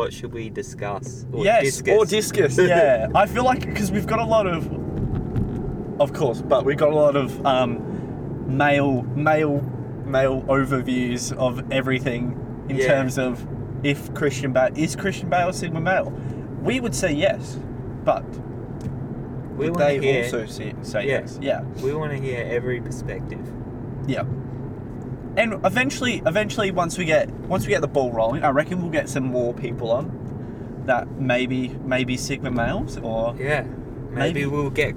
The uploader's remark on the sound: We thought this would be a perfect idea to record an episode in the car, turned out to be a little harder than we thought!